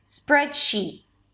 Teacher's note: you don't really release the T, you just bring the tongue up or hold the air in your throat and there's an abrupt stop of air · IPA: ˈspɹɛdʃiːt